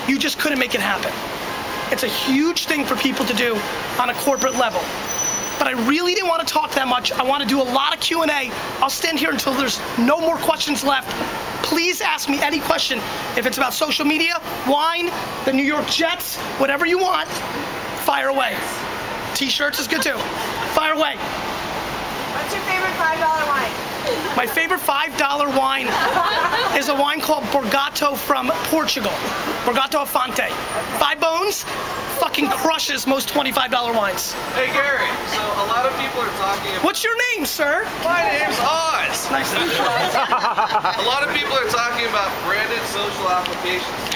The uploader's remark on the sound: A 2008 NYC Street Keynote. Today’s episode is a classic keynote that I gave on the streets of NYC back in 2008.